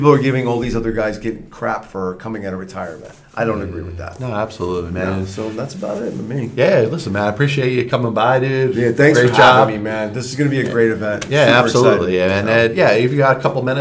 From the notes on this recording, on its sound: Live from the RWJ Barnabas Arena in Toms River, NJ